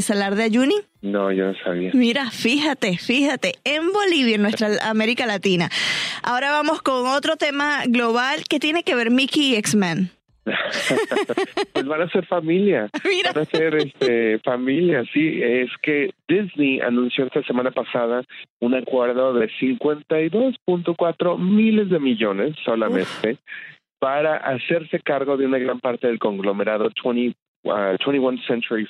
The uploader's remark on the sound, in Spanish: Desde Atlanta se conecta vía telefónica.